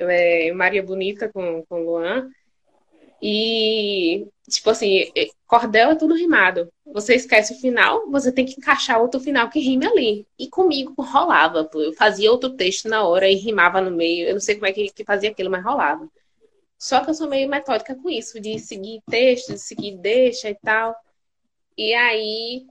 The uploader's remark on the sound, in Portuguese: Este episódio surgiu de uma Live no instagram